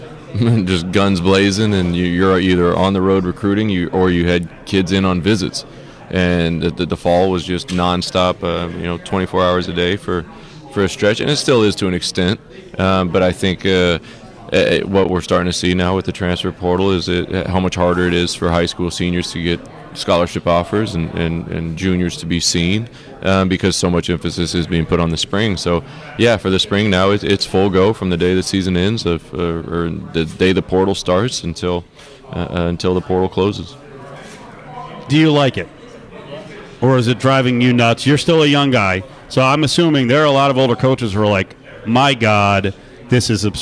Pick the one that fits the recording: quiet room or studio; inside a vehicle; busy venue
busy venue